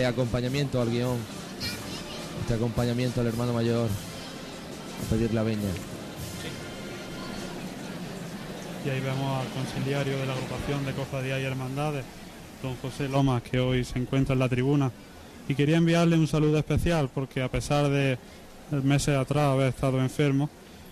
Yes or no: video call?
no